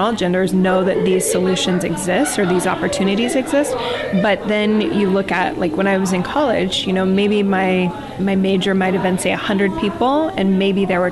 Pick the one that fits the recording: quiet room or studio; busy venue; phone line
busy venue